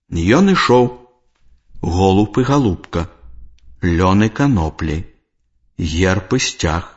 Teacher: Галосны «і» пасля слоў, якія заканчваюцца на цвёрды зычны, вымаўляецца як «ы».